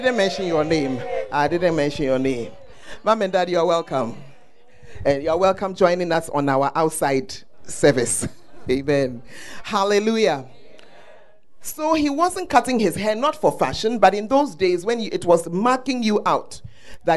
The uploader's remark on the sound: Preached At The First Love Center, Ayeduase.